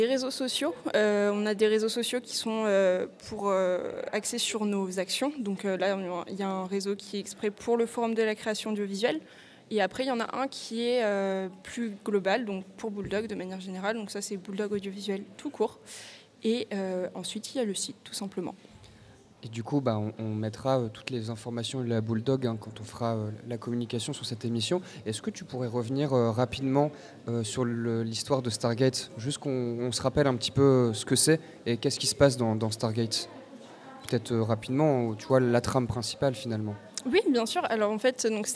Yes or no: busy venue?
yes